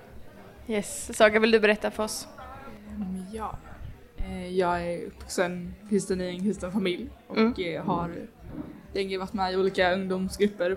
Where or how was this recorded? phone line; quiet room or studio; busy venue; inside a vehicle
busy venue